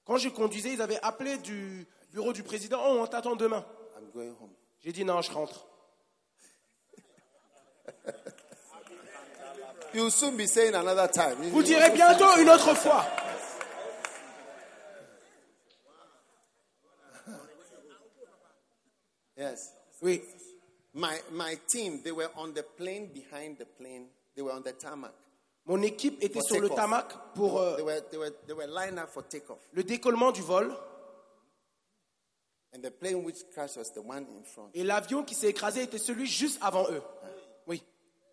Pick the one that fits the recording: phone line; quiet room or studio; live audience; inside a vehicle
live audience